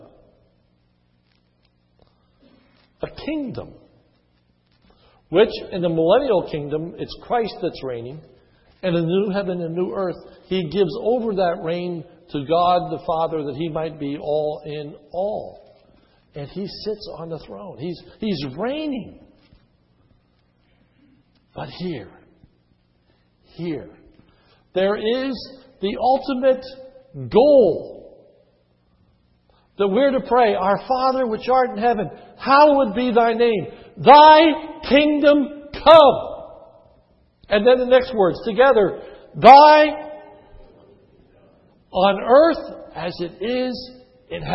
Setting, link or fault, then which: setting, large echoing room